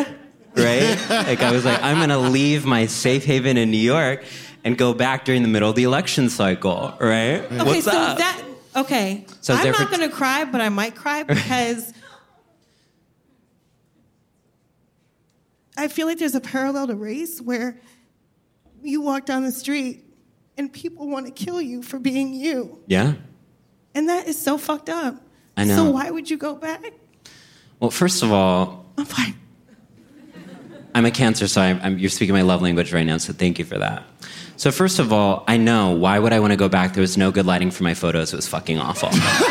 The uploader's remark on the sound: In this live episode of Adulting